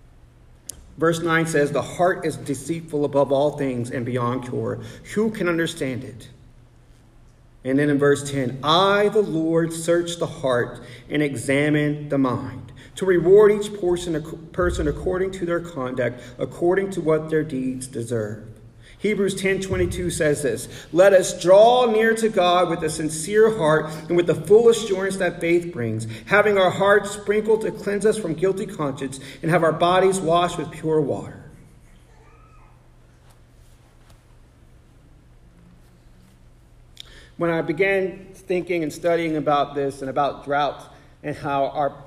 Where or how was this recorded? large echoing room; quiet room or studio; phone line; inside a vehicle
large echoing room